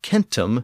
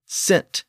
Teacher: the word was shortened in French, and the K sound became an S sound